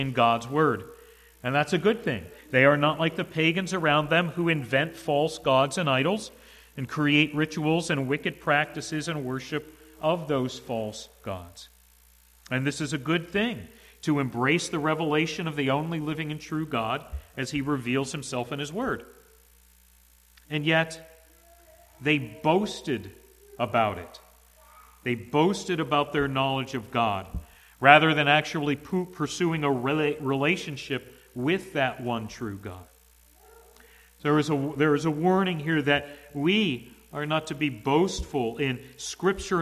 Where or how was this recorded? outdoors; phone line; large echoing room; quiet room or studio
large echoing room